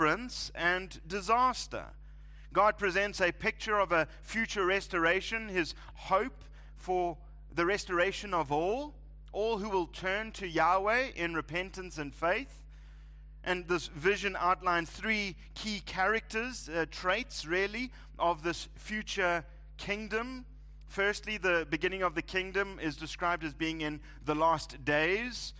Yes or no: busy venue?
no